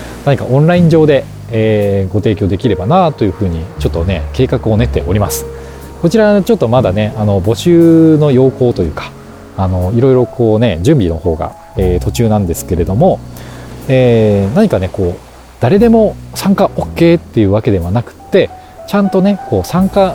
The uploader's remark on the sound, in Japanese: ロケ地：真夜中の逗子海岸。真夜中の 浜に響くは 波の音…。